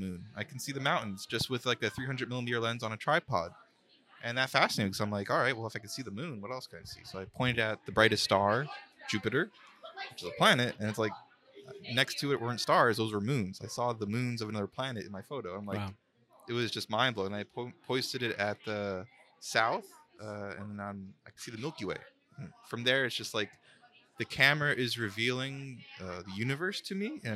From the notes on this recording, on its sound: recorded at Tampa Bay Comic Con 2023